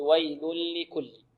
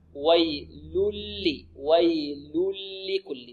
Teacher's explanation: ويل ويل، والياء هذه لابد أن نعطيها قدرها من الرخاوة، وي ويل ويل لكل. وقلنا إن التنوين أدغم في اللام إدغاما بغير غنة · Shown in: second take